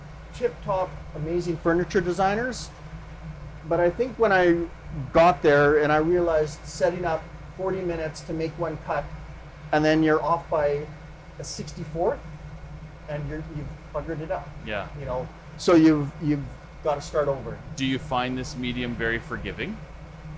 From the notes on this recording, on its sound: Invited me into his studio to talk while he worked. As you might notice, there are sounds of a camera in the background.